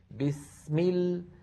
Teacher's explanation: السين أطول بقليل من اللام